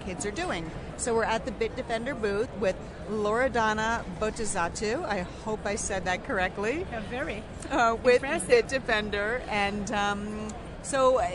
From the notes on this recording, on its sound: walking the floor at CES in Las Vegas